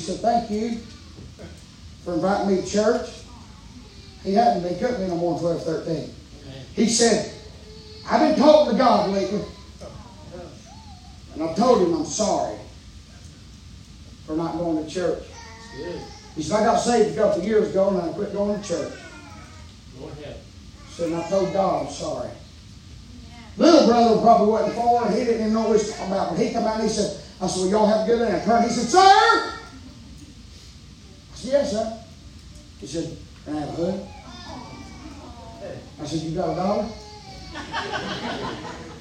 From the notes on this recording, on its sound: preaching live from Still Water Baptist Church